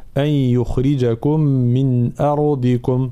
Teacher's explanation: ترقيق الهمزة وتفخيم الراء ثم بيان كسر الضاد